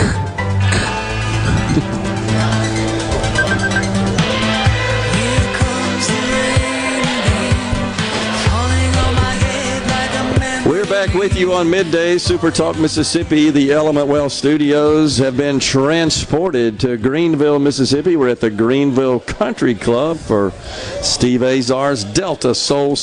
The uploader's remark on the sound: LIVE from Greenville Country Club for The Delta Soul Celebrity Golf & Charity Event